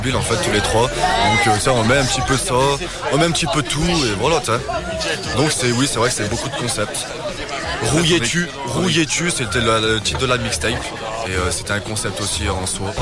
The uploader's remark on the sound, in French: Reportage du festival la curieuse. Festival en soutien à Radiodio_2011.